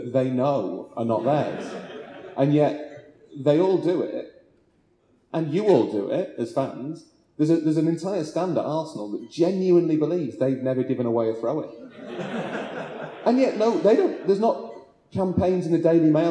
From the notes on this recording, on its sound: The Blizzard Live At The National Football Museum (2nd Half). Live Q&A event held at the National Football Museum as part of the Manchester Football Writing Festival. Apologies for the poor sound quality - we were unable to take a direct feed from the microphones and so had to bodge a compromise, and would rather bring you some audio than none at all.